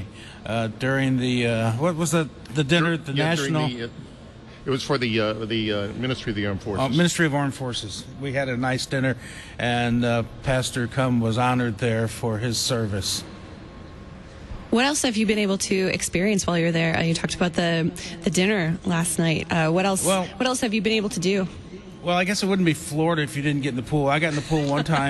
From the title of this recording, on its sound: Live from Convention #JoyfullyLutheran